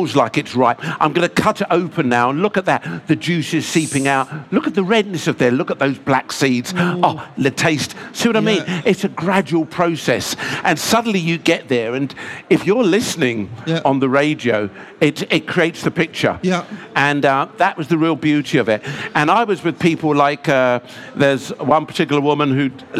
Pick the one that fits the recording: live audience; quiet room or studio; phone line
live audience